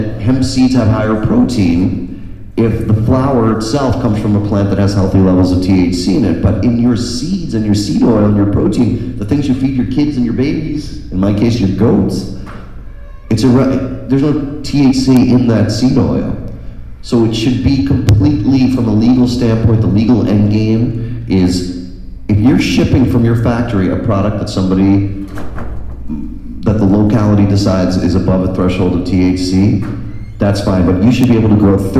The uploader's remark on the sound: Speaking at Kaya Fest 2018 in San Bernadino CA.